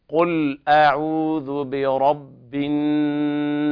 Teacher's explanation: قل أعوذ بالتفخيم هكذا قل، واللام فيها توسط يعني يسمع صوتها